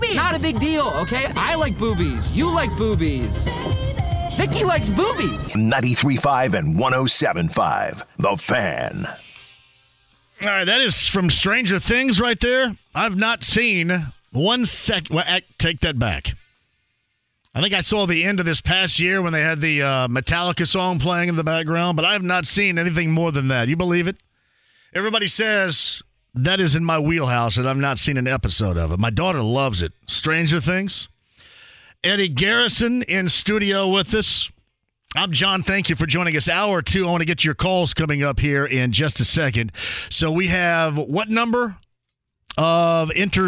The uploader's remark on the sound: opens the phone lines to get listeners opinions